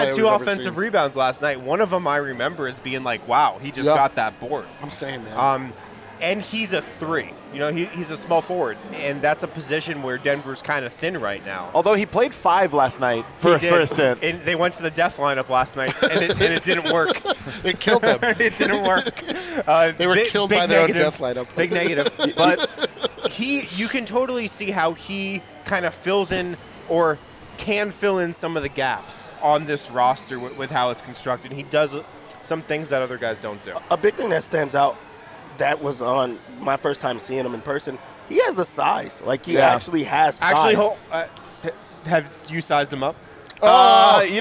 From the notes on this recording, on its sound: LIVE in Vegas at Circa Resort and Casino